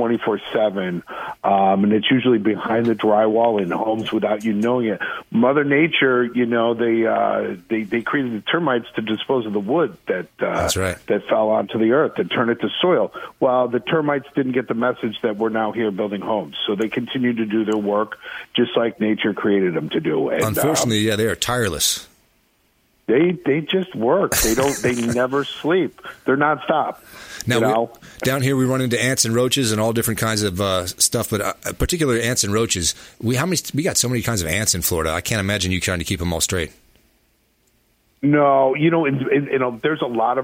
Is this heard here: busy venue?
no